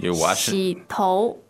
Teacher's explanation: 洗, third tone, and 头, of course, second tone there